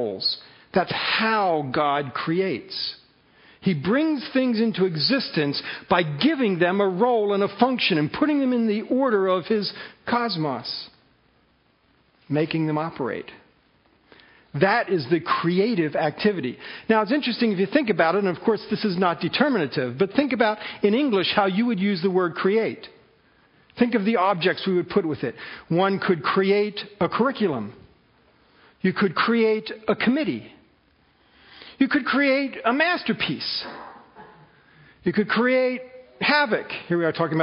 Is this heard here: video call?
no